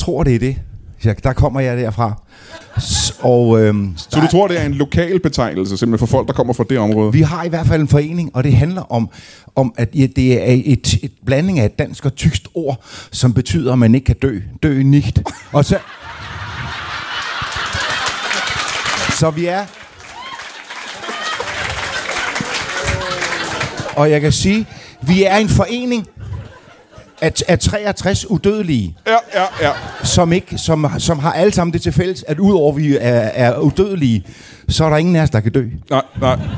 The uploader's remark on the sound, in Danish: LIVE fra Ramsømagle. Optaget foran et fremragende publikum i Ramsømagle Forsamlingshus.